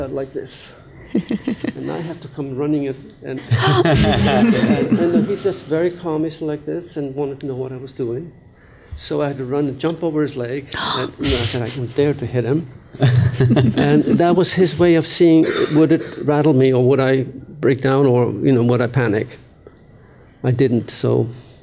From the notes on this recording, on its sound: This week’s episode of ‘Conversations On Dance’ was recorded live at the Kennedy Center in Washington, DC.